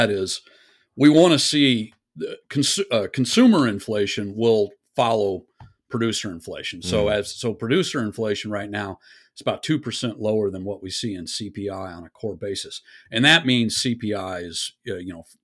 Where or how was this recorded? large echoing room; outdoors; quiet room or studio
quiet room or studio